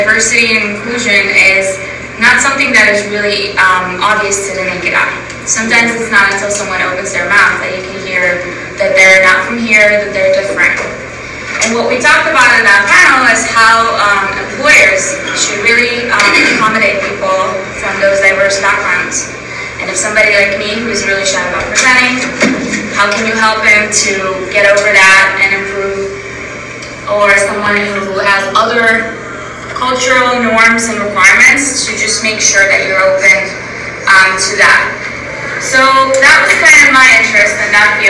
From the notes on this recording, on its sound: This podcast episode is the original audio from the session (excuse the noise from the audience).